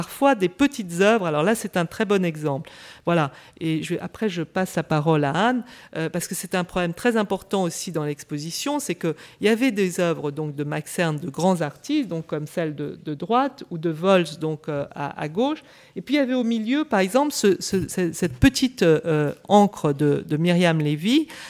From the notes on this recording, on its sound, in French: Intervention enregistrée le 25 avril 2013 dans le cadre du colloque « Ce qu’expose veut dire.